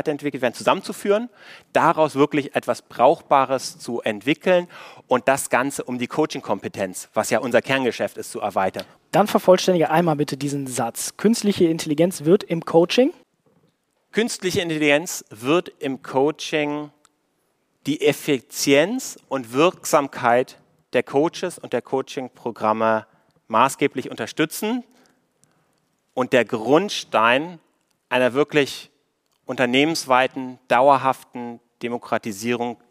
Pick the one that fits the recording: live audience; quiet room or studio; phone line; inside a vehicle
live audience